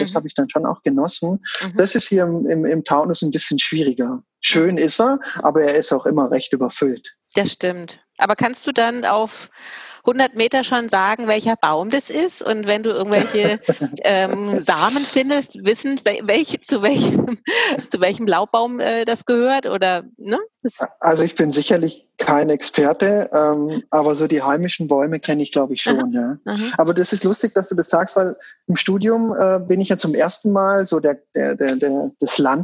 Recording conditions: video call